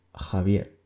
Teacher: con la glotal, que es como el sonido de la H en inglés · la pronunciación velar, en este caso, sería Javier, más neutra, ni tan débil ni tan fuerte